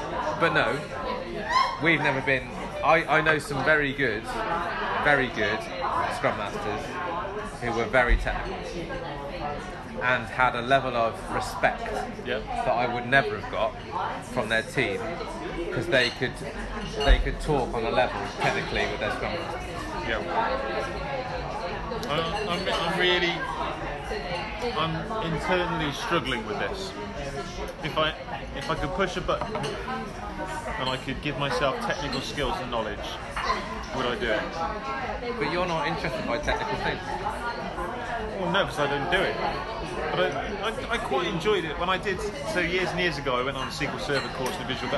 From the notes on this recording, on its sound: (LIVE Pubcast). From The Other Palace Theatre, London, UK - This is the edited audio taken from the recent LIVE pubcast recorded after a perfomance of an improvised musical by the cast of Showstoppers! Take plenty of questions from the online listeners.